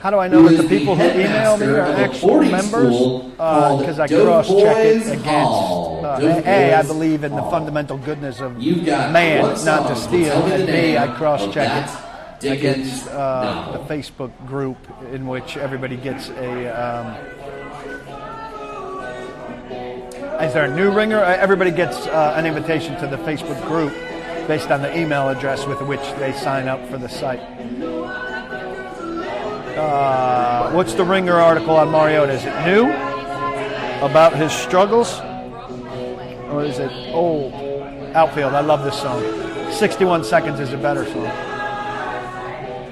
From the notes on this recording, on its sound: answers questions live from Old School in Franklin